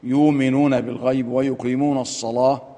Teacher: الذين يؤمنون بالغيب ويقيمون الصلاة، فيش فيها إلا إبدال الهمز للإمام لورش وأبي جعفر والسوسي كذلك، يؤمنون بالغيب ويقيمون الصلاة، يغلظ اللام ورش عن نافع